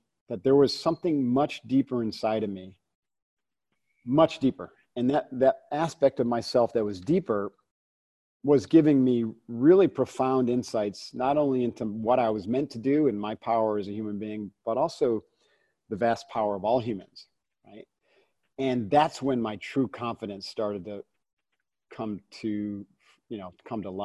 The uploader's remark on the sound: From our Live Zoom chat